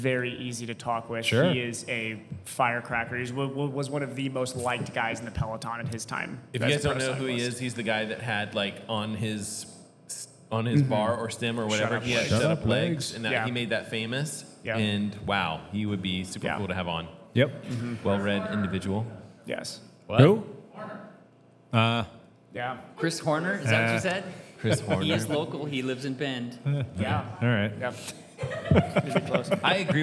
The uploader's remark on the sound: Enjoy the party as we recorded with a live audience and took a bunch of questions...